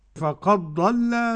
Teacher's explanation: تضغم الدال في الضاد أيوة كده لكن عندنا في رواية حفص النطق بضاد واحدة مشددة وليس هناك حرفان كما يقولون فقد ضل اللام مرققة طبعا سواء السبيل مد متصل · Term: بإدغام الدال في الضاد